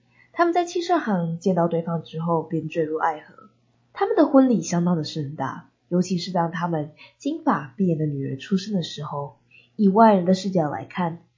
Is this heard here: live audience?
no